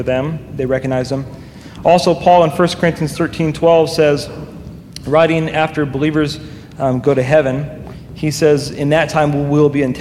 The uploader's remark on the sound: during a live Q&A session at Calvary Hanford